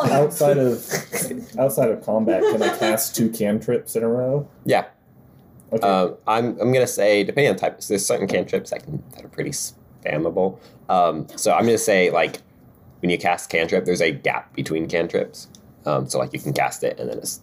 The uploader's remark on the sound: We had an equipment issue when recording this episode and the sound quality is noticeably worse than others.